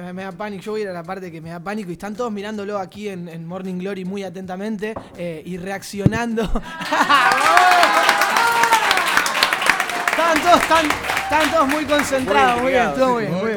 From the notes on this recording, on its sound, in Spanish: Nada mas lindo que poder reencontrarnos con el público presente.